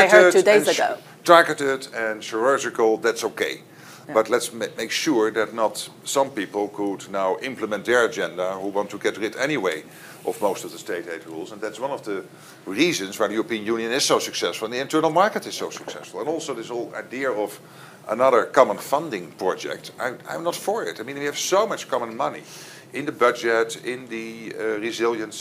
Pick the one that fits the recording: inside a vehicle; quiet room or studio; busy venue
busy venue